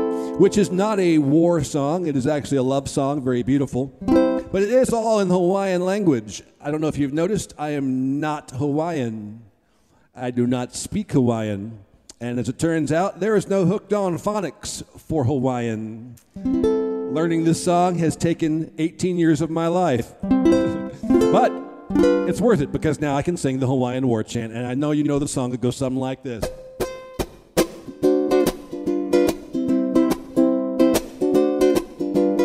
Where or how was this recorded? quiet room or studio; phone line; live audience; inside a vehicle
live audience